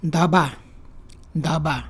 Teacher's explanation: this is breathy. Da is also breathy.